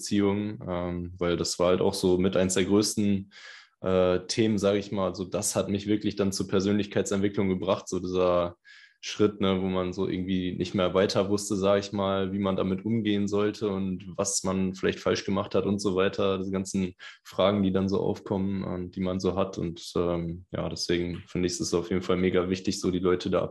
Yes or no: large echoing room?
no